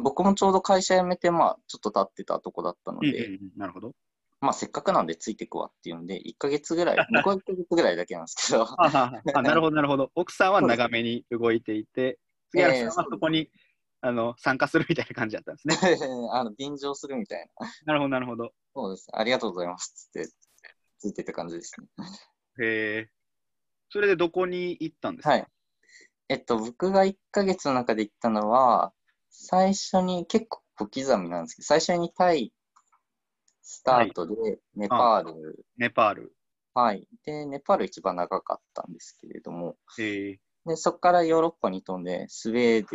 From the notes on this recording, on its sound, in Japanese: ラジオ放送は生放送で収録します。Zoomというツールを使って生放送！